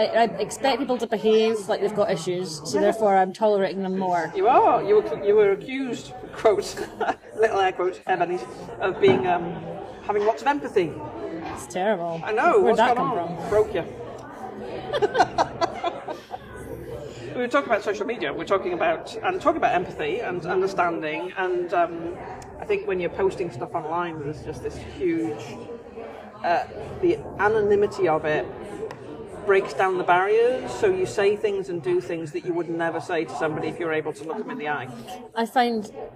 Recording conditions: background noise